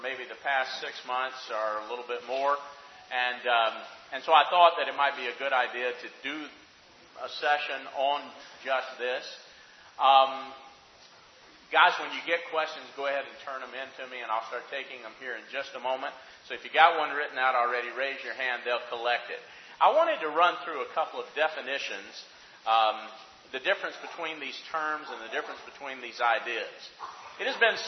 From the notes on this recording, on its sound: Questions from the audience